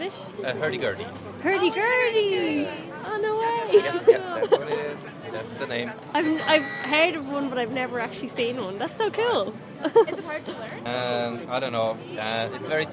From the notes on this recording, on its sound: The sights, sounds and history of the Old Rixdorf Christmas Market. For just one weekend during the advent season, the Rixdorf Christmas market draws people from all over the city with its mixture of traditional crafts, entertainment and, of course, glühwein (German mulled wine).